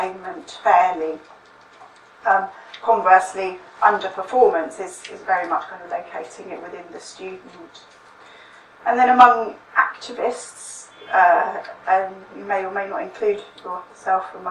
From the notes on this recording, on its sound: speaks at the SRHE Student Experience Network seminar